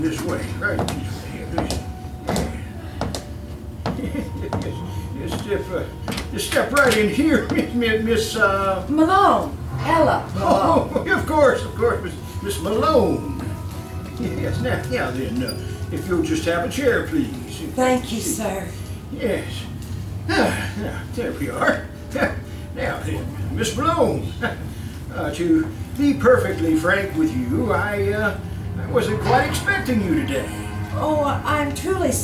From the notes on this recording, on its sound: From the 2016 KCAL live "Halloween Fright Night" performance. KCAL Old Time Radio Troupe, an arm of the Creative Art League of Jessamine County, performs live reproductions of old-time radio shows in downtown Nicholasville, Kentucky four times a year.